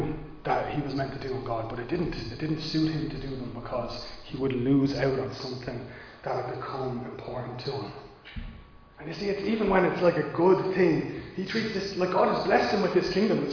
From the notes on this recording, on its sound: Recorded live in Liberty Church on 6 March 2022